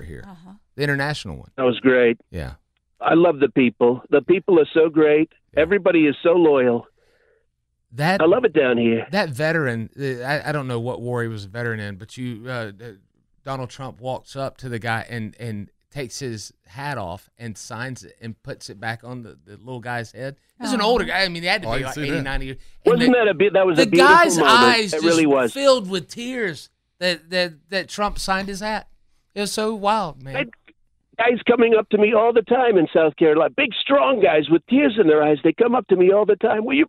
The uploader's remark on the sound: A surprise guest on the phone